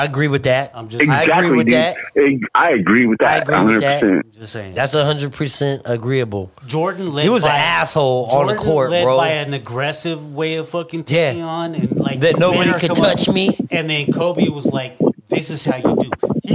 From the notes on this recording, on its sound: phone call 2 Phoenix Arizona